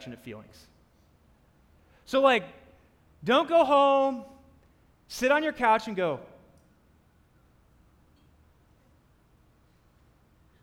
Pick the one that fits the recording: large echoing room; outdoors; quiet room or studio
large echoing room